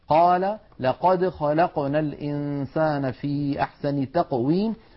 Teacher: أن القاف مجهورة وأنها شديدة كما أنها مستعلية وهي منفتحة · Term: حرف القاف